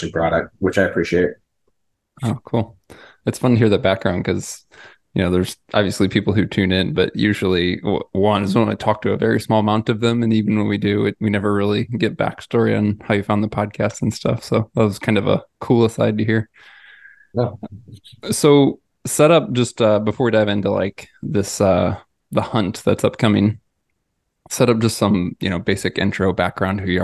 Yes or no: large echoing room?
no